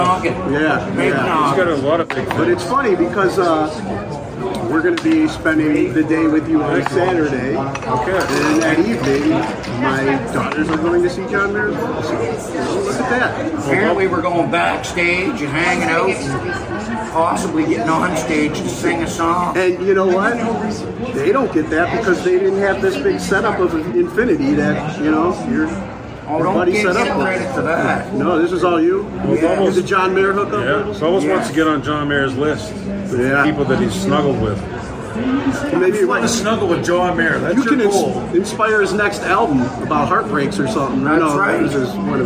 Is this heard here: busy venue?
yes